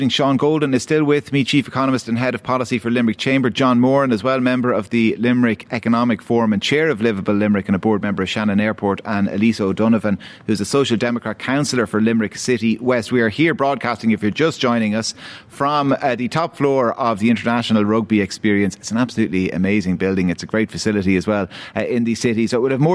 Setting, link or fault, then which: setting, busy venue